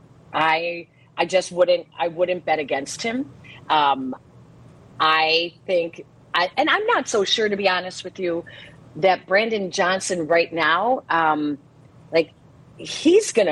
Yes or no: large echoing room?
no